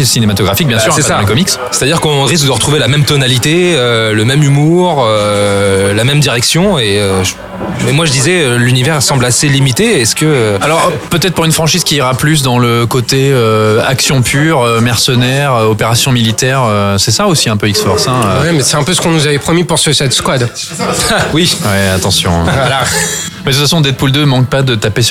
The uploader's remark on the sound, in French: Enregistré au Hurling pub (8 Rue Descartes, 75005 Paris), le jeudi 17 mai 2018.